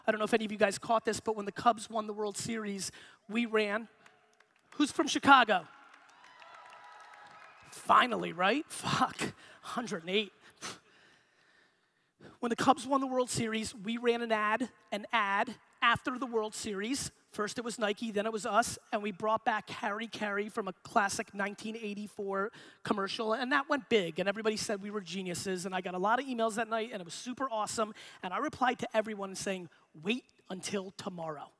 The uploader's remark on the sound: Inbound 2016 Boston Keynote. Today’s episode is a keynote that I gave in 2016 at the Inbound conference in Boston.